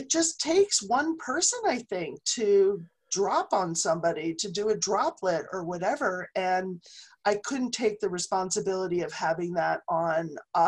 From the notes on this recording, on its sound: We are working from home this week. Decided to practice “social distancing” by trying out the Zoom app and continue recording shows for our listeners.